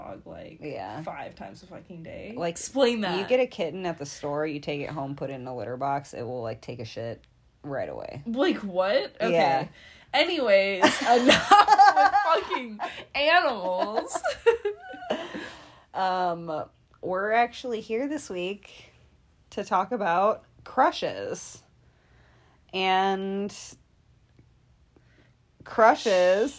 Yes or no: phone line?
no